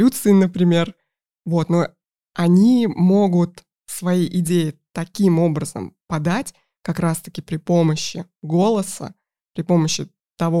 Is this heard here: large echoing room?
no